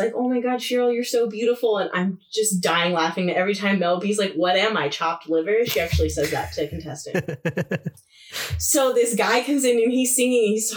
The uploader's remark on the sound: To boot we gave you some struggle bus audio. Lots of technical difficulties to start the year.